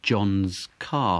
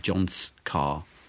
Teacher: we use the apostrophe s, which is a z sound · Shown in: first take